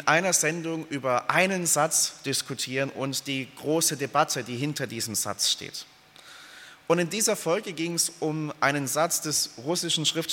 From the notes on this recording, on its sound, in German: aus dem Gottesdienst der Liebenzeller Mission